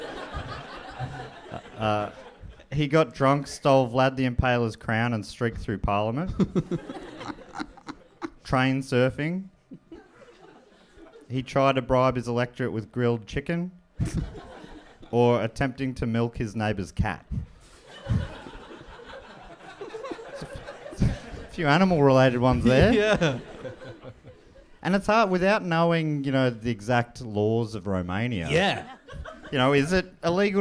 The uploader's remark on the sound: Recorded live in Birmingham, UK!